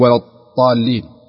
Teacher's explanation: خطأ، تجد يقول ولا الضالين وهذا من الأخطاء الكبيرة جدا، يعني يبالغ في الضاد ويشدها زيادة ويخرجها بمخرج الطاء